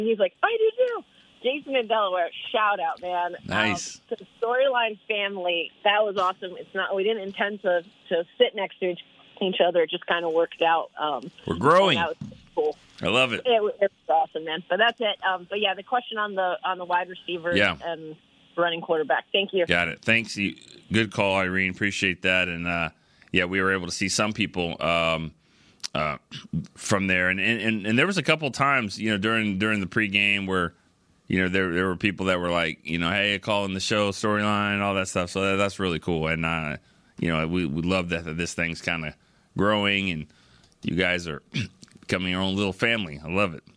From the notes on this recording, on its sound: The fans called